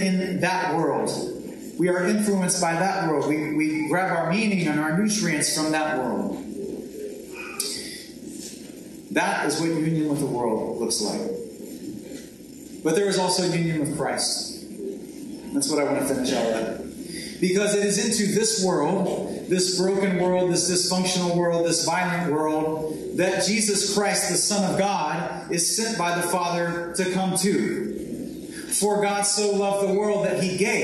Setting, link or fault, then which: fault, poor sound quality